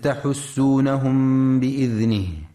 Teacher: ينتبه القارئ في كلمة تحسونهم لضم الحاء وعدم كسرها، فلا يقرأ تحسونهم.